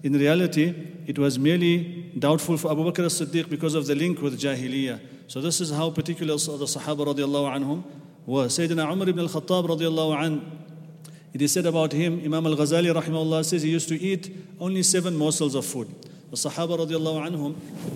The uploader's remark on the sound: at the Houghton Masjid (West Street)